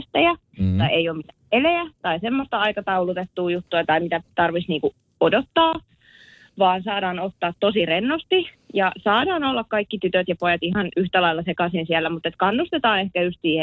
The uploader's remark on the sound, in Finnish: puhelinhaastattelussa